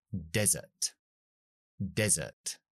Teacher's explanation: Hago mi I corta al principio, porque no lleva R después, y la segunda sílaba que sí lleva la R, pero no se acentúa, ya no pronunció la schwa larga, sino schwa corta.